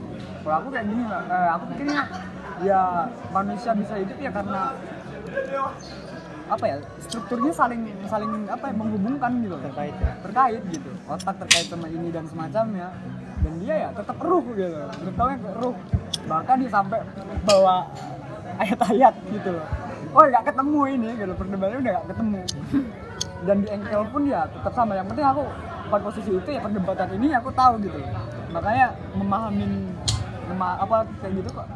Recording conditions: busy venue